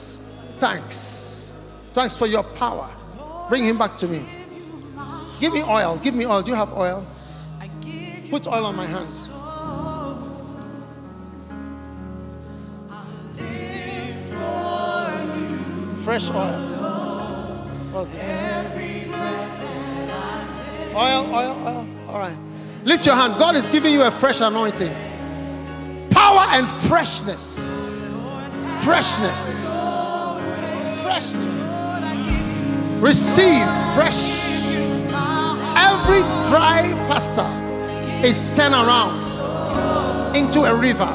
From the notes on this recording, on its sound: Preached at The City Harvest Church, Singapore.